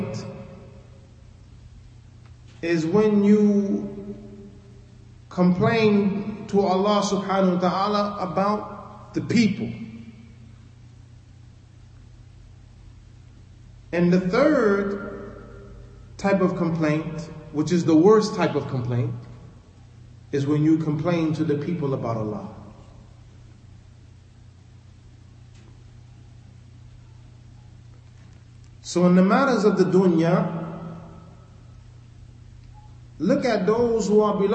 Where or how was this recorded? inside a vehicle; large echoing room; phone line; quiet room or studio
large echoing room